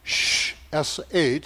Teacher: the Ephraimite dialect apparently did not differentiate the sound of sh, sh, from s.